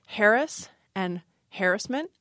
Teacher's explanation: historically, the stress was on the first syllable, harass and harassment